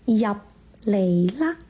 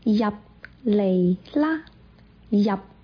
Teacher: 赚大钱。还有你去抽屉找一下钥匙在不在，广东话说你去柜桶找找看下锁匙在不在。不知道大家有没有留意，抽屉在广东话里面我们说的是柜桶，柜就是柜子的柜，桶就是水桶的桶，这个就是抽屉柜桶。找一下就是玩玩，或者是玩哈。在不在，广东话说还唔喺度，还唔喺度。好，回到啦，再举个例子，快点去洗手吧，快点去洗手啦，快点去洗手啦。普通话里的点，快点那个点，广东话可以用滴来代替。上面就是我们用啦延伸出来的一些广东话的句子，接下来我们把这些句子再复习一下，并且说一下发音的特点。好，我们先来从头开始。坐啦，坐吧，坐，坐啦，坐吧。入嚟啦，进来吧，入嚟啦。记住这个入呢，我们是闭唇音，说完入的时候上下唇要闭起来